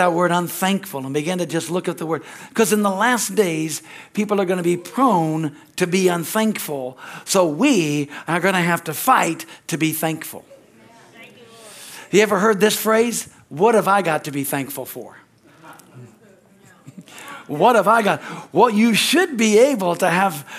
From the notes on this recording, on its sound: from the Sunday service on November 19, 2023 at Harvest Bible Church in Stockton, California